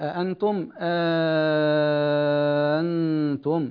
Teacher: لورش في الهمزة المفتوحة الإبدال ألفا مع الإشباع، فيقرأ في أنتم أنتم هكذا.